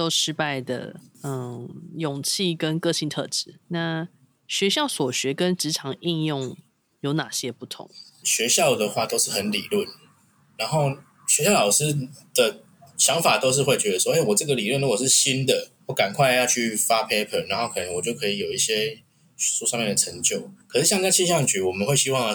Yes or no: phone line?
no